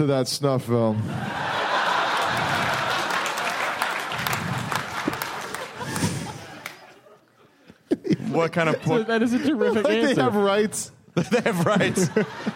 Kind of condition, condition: setting, live audience